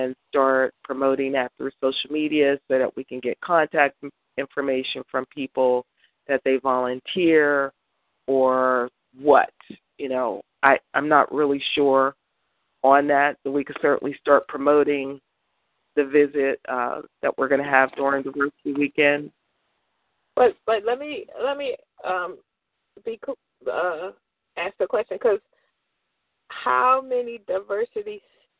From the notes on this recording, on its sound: June 2016 EC Conference Call